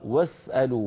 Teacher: بواو مفتوحة بعدها سين ساكنة، وتقدير الكلام اسألوا يعني بهمزة وسط في أولها لم تكتب